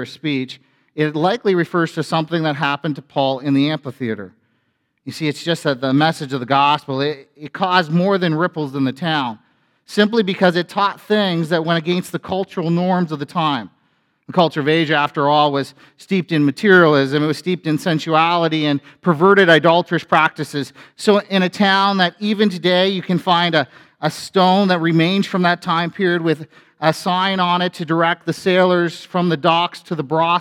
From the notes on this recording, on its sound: A sermon from FBC Church in Cobourg,